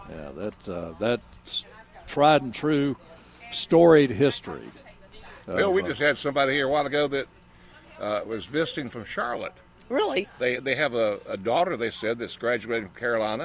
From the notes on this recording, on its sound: broadcasting live from Campbell Road Nursery